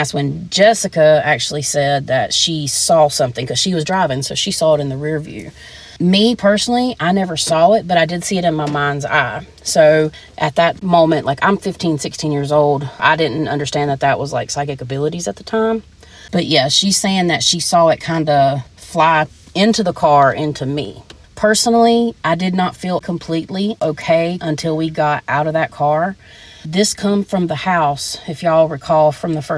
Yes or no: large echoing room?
no